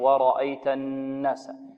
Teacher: النون المشددة والميم المشددة فيها ماذا؟ فيها غنة، وهي غنة أكمل، يعني زمنها أطول